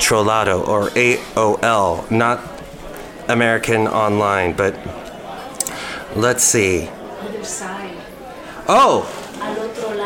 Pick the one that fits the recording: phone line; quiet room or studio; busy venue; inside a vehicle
busy venue